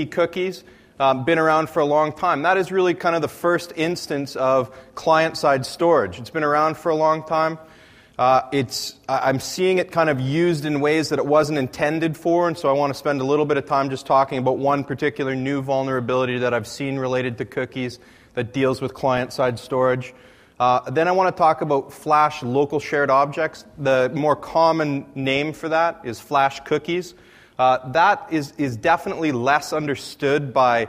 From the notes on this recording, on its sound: AusCERT presentation. The following is a recording of a presentation.